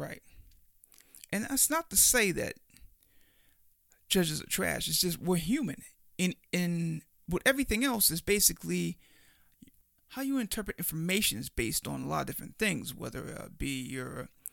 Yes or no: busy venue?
no